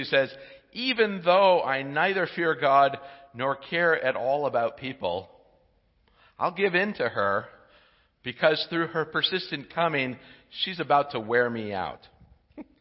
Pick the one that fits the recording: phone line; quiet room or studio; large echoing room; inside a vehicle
large echoing room